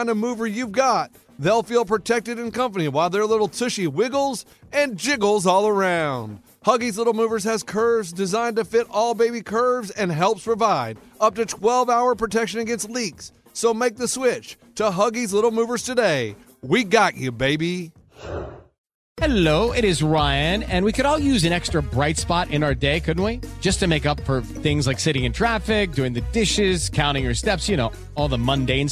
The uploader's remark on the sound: listeners called